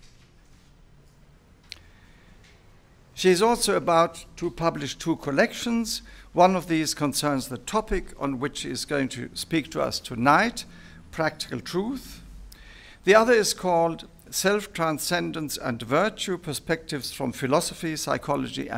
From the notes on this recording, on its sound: delivered this lecture on May 10, 2018 at the University of Chicago